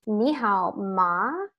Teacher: I kind of went a little bit higher with my tone towards the end